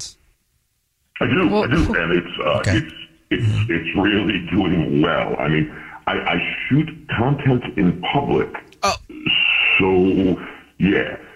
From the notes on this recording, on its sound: There is a listener on the phone who wants to tell us their Dirty Little Secret that is very very dirty!